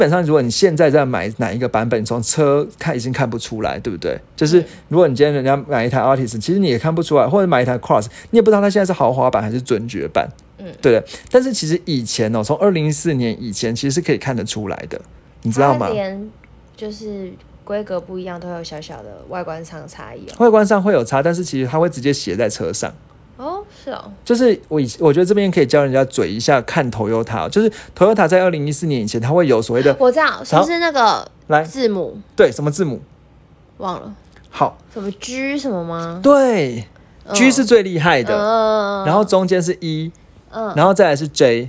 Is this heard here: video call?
no